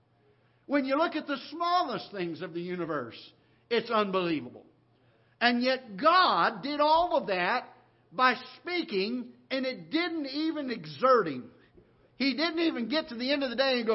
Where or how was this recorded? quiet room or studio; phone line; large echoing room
large echoing room